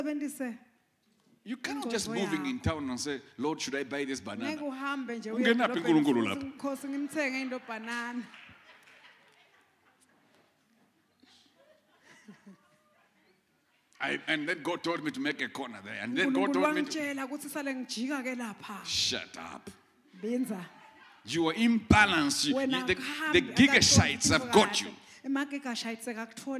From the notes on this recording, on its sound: Recorded Live at the Apostolic Hub.